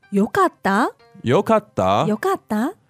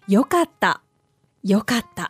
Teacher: sort of going up like a question · Shown in: first take